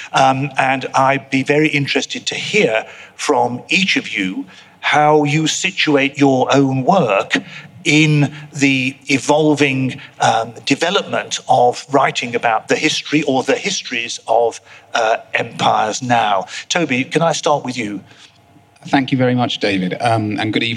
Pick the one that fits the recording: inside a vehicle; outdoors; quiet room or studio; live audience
live audience